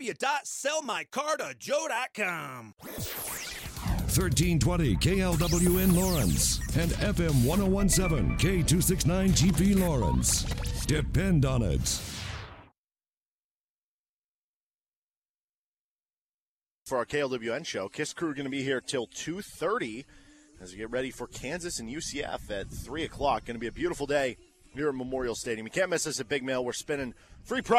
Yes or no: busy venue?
yes